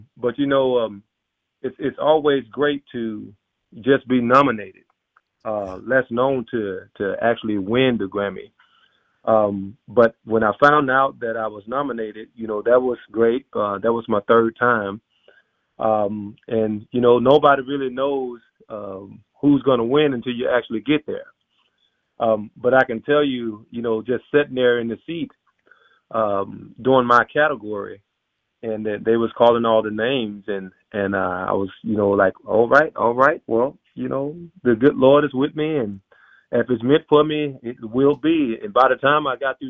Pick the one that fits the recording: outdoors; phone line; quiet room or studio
phone line